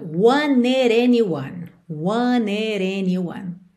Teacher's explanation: Ainda por cima do wanted pro anyone, ela liga com rarará nesse D final de wanted.